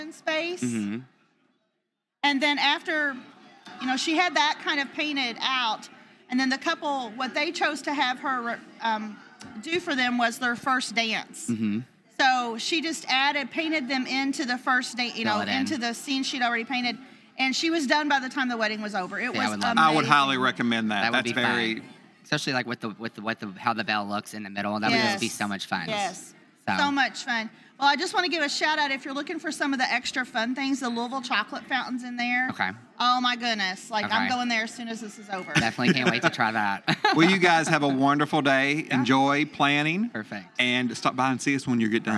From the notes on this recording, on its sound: Went LIVE at a Louisville, Kentucky wedding show. On location at a Louisville, Kentucky wedding show.